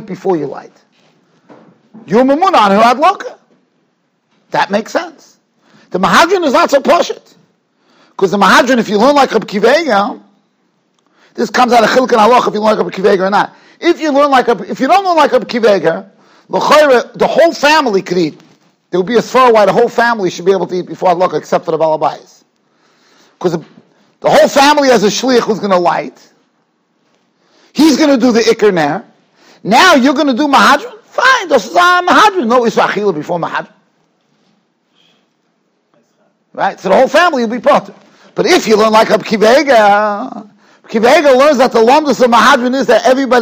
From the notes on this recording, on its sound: Shiur recorded in Yeshivas Ohr Reuven, Monsey, NY.